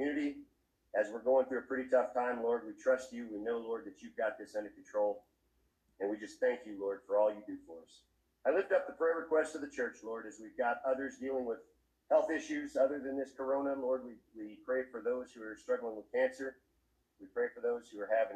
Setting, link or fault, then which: fault, poor sound quality